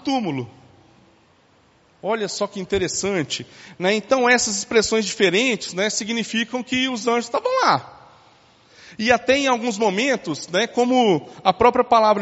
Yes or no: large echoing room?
yes